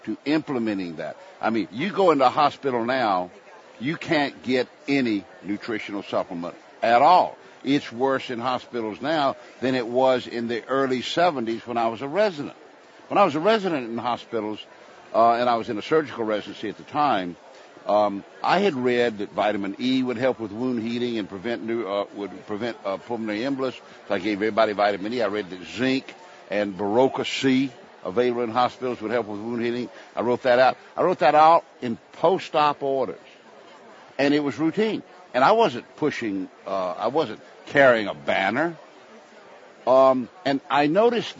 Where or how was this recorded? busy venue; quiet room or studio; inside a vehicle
busy venue